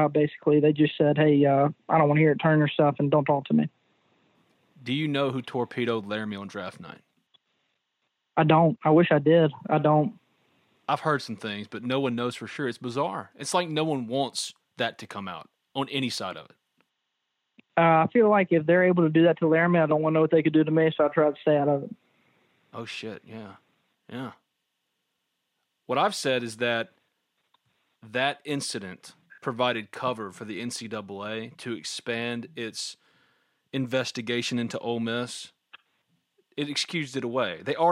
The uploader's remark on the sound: joined on the Modern Woodmen phone line